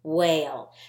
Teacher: Whale begins with a WH, but you don't really hear that H sound. You just say whale.